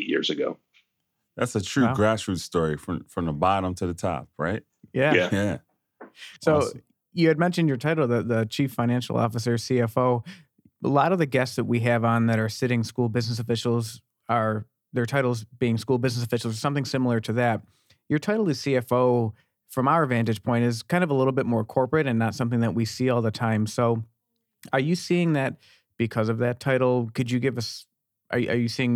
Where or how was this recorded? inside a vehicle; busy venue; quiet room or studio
quiet room or studio